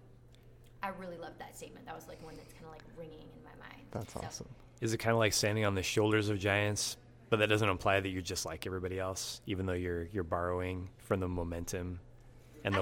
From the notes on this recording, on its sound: Live Interviews from PHX Design Week 2017